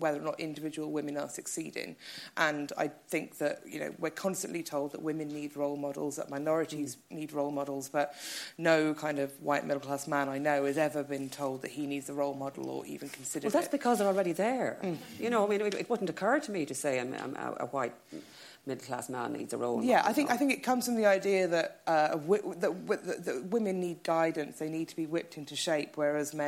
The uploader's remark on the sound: As part of the Mountains to Sea book festival’s International Women’s Day event at the LexIcon in Dun Laoghaire